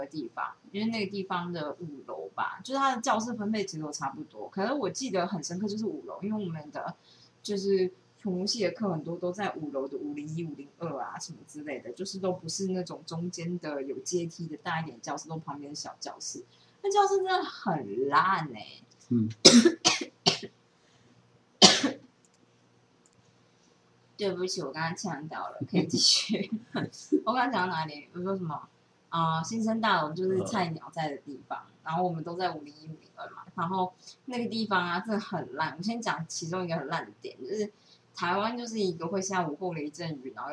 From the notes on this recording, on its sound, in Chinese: 為什麼最近錄音聲音都好小